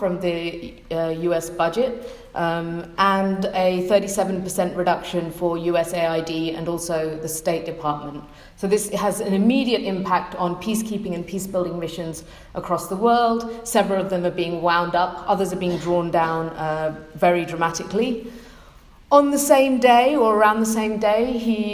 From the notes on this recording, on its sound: a recording of a keynote address given on March 16th 2017 at the AFK-EUPRA Joint Conference